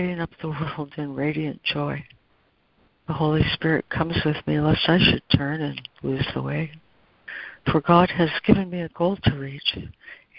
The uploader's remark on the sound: ACIM Daily Conference Call.